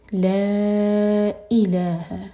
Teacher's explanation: مد منفصل اور پھر حمزہ پر کٹ آف ساؤنڈ